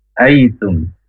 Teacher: Ujung lidah ke pangkal gigi atas. Hames, berdesis. · Term: huruf ta